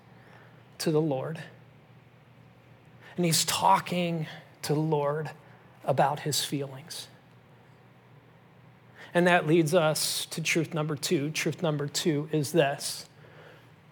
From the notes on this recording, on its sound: This message was originally preached at Highpoint Church on Sunday, July 9, 2023.